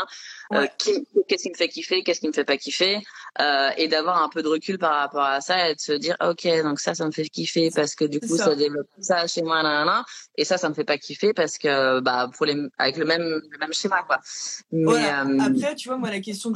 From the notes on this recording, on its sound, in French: Lors du premier live Instagram